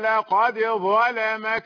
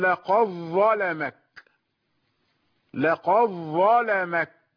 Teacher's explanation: أنه يفخم اللام فيقرأ لقد ظلمك ظلم انتبه جيدا لقد ظلمك المدغمون يدغمون الدالة في ظاء فتنطق ظاء مشددة · Shown in: second take